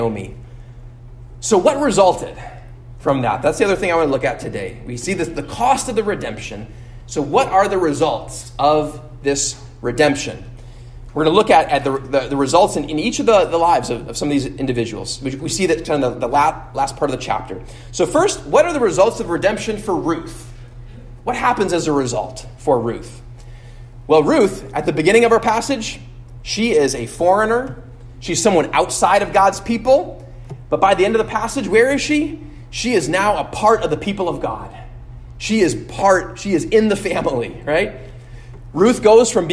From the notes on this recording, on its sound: at Immanuel Lutheran Church in Pasadena, CA